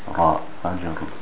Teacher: the ra is mufakham. It's thick here. So it has to be pronounced, and there's two sakins.